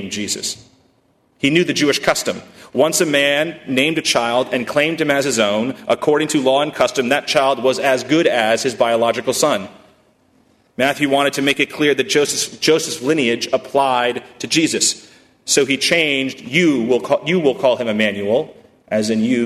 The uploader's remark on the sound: at First Congregational Church of Houston on December 9, 2018